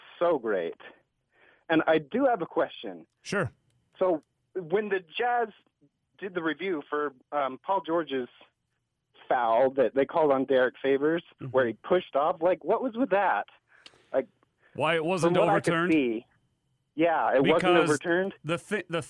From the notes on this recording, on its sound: Hosted a late-night/early morning reaction show with dedicated Jazz fans joining on the phone.